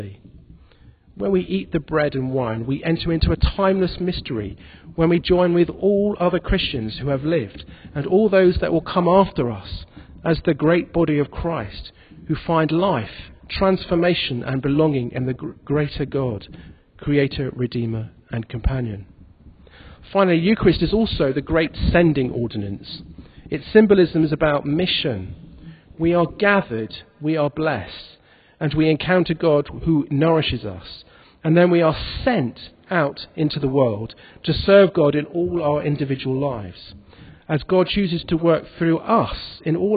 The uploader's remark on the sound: In this podcast recorded at the Moot Sunday Evening Eucharist at the Guild Church of St Mary Aldermary.